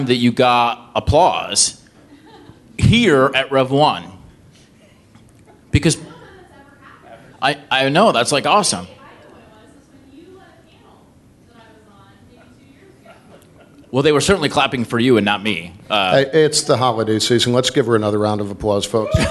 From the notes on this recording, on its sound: Startup Grind Columbus. This is the audio recording from the live event on 12/18/2017.